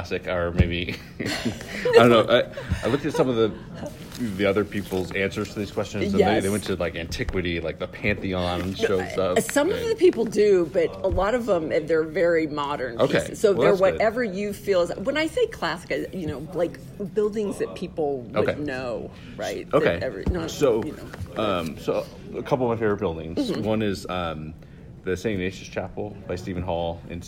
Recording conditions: busy venue